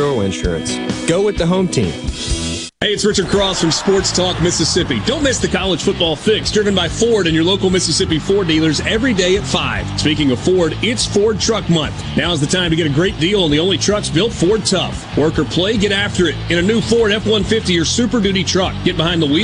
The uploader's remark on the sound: LIVE from the MS Trade Mart for MEC Capital Day.